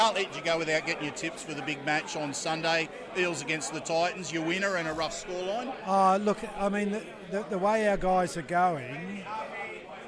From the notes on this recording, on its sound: Sounds From The 2023 Ted Sulkowicz Memorial Golf Day